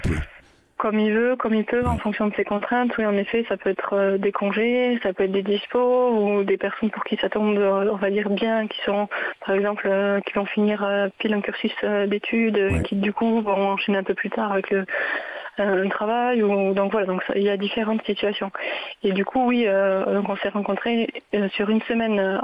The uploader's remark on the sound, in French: En plateau à distance au téléphone